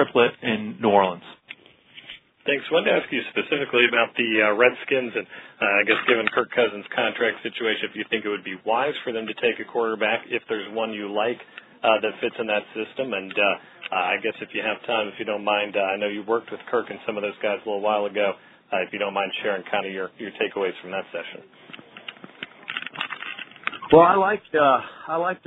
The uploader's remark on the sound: NFL Draft Conference Call